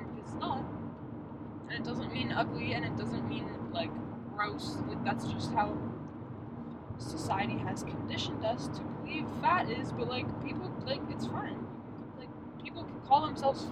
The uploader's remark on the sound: About 20 minutes of crunchy audio. Drive along the highway discussing various topics. I just wanted to test this all out as I wait for my new mic to come!